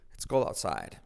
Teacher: La T de out casi no se dice.